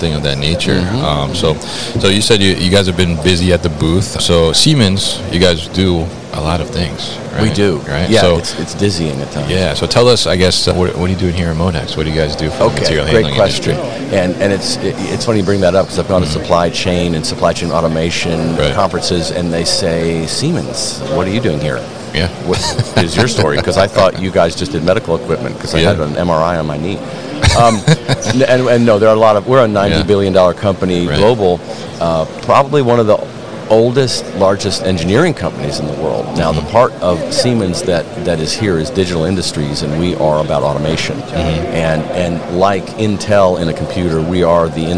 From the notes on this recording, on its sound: Siemens at MODEX 2022